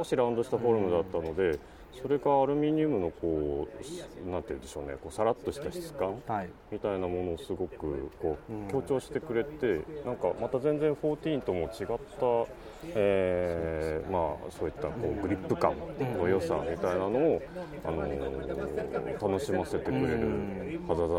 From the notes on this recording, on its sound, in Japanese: Appleイベント2日目、昼下がりのApple Park Visitor Center屋上で。